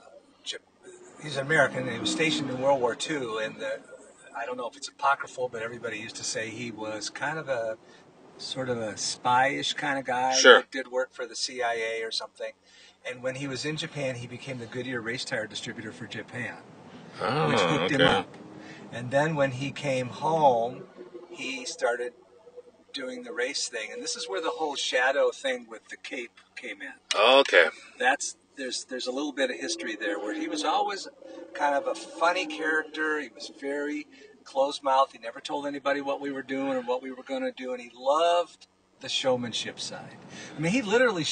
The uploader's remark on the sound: joined live at Road America